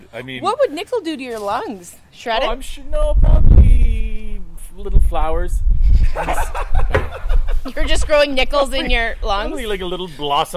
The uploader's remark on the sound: The Windy, Outdoor Edition